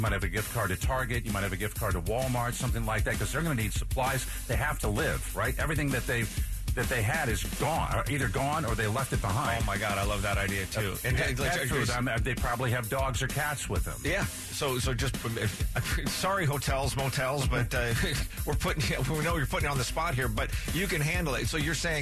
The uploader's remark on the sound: taking phone calls